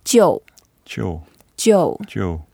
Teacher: So it's a fourth tone, so we go down.